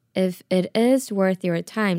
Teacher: 这边 it is 的 is 有一个上扬跟强调的语气